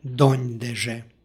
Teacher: Ovo je složenica i ovdje dolazi do jotovanja, odnosno umekšavanja glasa N. Dakle, izgovor je donjdeže.